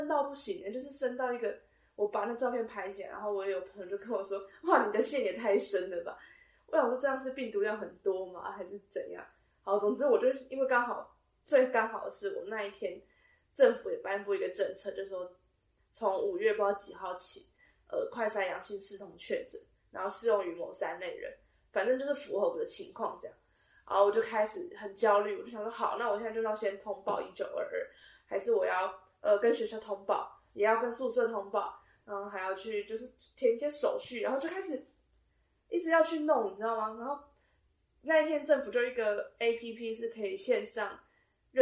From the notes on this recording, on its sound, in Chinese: 音質因無使用麥克風而略有瑕疵。